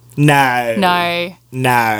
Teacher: It's the first thing you have to learn if you want to start speaking Australian is to get the O-I in no.